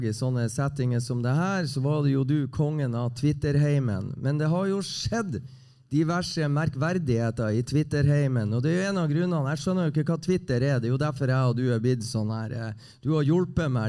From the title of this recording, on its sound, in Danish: Live fra Sportsbaren